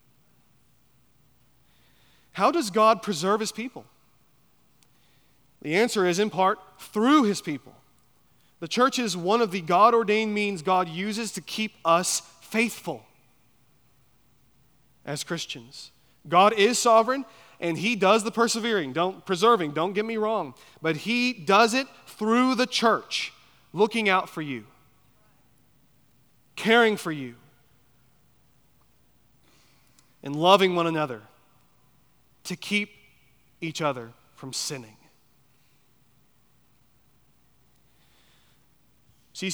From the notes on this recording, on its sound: at Chaffee Crossing Baptist Church in Barling, AR.